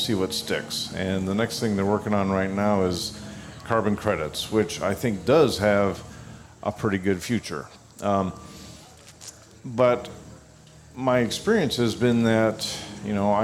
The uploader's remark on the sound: On location from the Farm Progress Show in Boone, Iowa. Broadcasted from the Trelleborg booth.